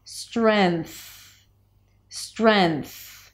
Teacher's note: instead of bringing the tongue up in the back for the NG, you just bring it up for an N. · IPA: strenθ